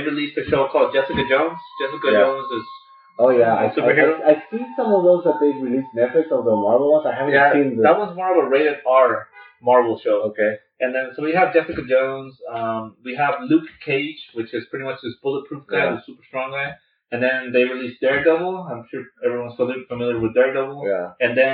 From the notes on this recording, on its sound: Apologize for the sound quality. We are working to get the sound quality better.